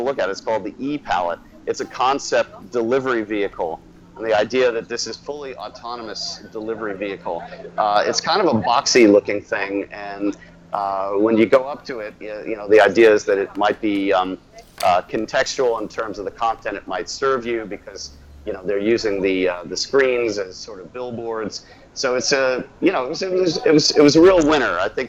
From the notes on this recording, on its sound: Lets go straight to the floor at CES. Live at Eureka Park.